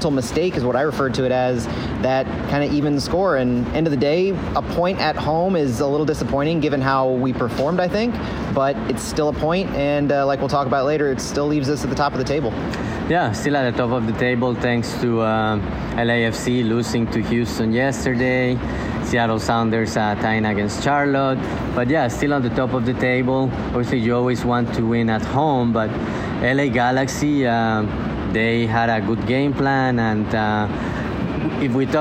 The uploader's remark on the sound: live at CITYPARK